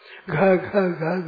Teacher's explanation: और घ ये महाप्राण है, घ घ घ घ कितने बोलेंगे, प्राण खर्च होता है ज्यादा इसमें · ख और घ ये महाप्राण है